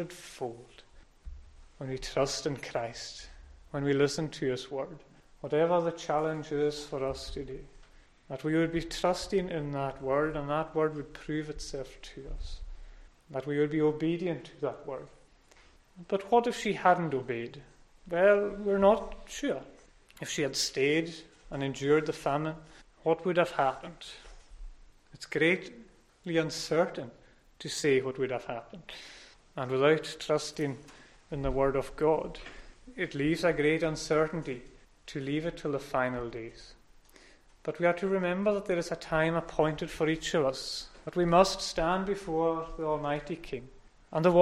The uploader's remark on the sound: Sunday Evening Service recorded at North Harris Free Church on 10th October 2021